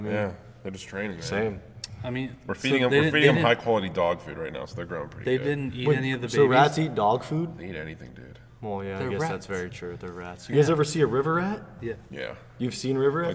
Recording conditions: busy venue